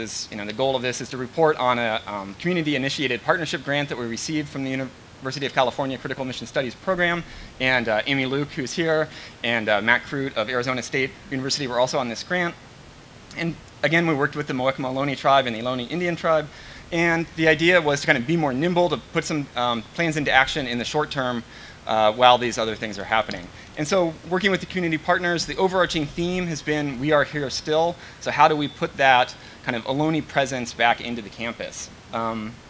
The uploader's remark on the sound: This recording is from the second half of a panel entitled “Telling the Truth of the California Missions,” which was part of the Telling and Teaching the Truth of the California Missions event.